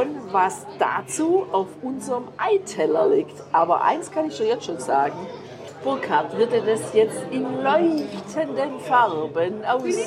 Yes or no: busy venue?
yes